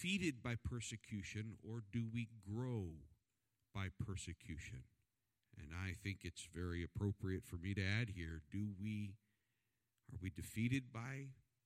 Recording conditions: large echoing room